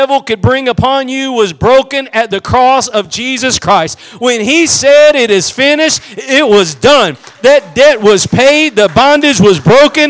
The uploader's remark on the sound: Preached at Gospel Lighthouse in Bossier City, La.